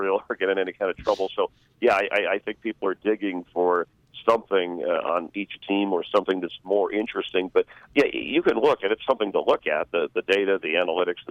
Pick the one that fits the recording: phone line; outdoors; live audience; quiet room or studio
phone line